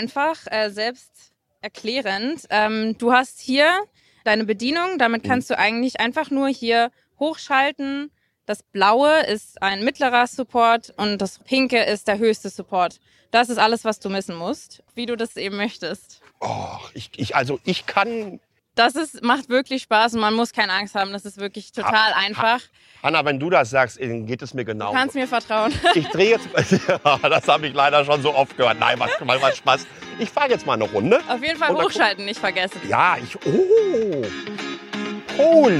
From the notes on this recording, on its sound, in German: Rundgang über das Greentech-Festival. Erlebt mit mir Elektromobilität hautnah – in der ersten Greentech Festival Spezial-Ausgabe.